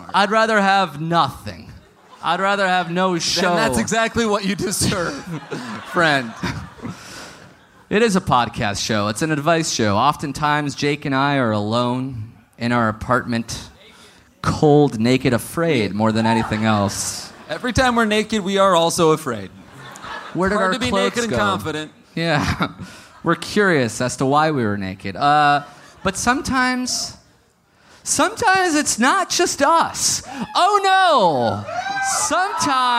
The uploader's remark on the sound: Live in Austin